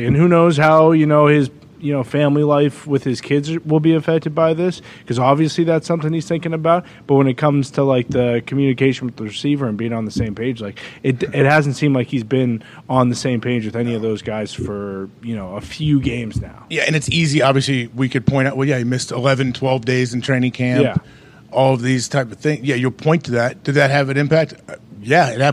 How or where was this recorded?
busy venue